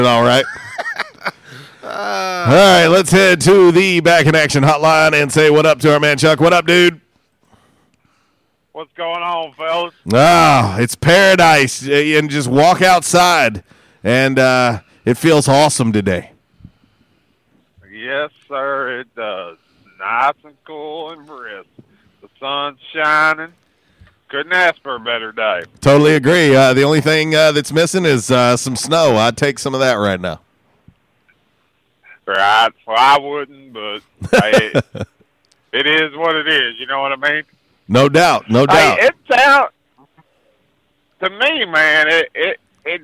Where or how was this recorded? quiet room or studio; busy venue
busy venue